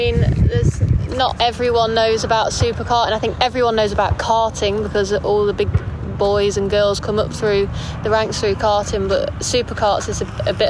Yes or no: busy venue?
yes